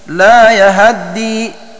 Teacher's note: يقرؤون بفتح الياء وفتح الهاء فتحا كاملا